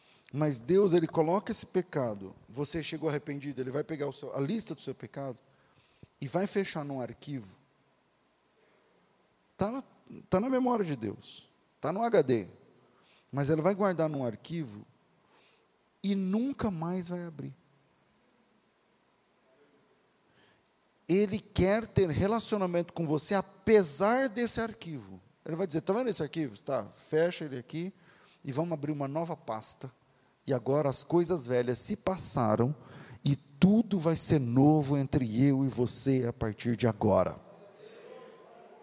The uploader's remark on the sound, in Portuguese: Culto Ao Vivo